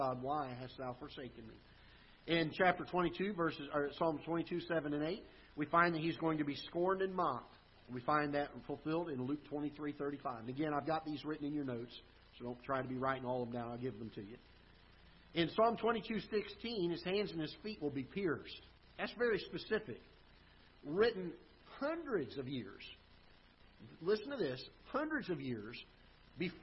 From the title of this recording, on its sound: Ketha Heights Baptist Church ~ Live Broadcast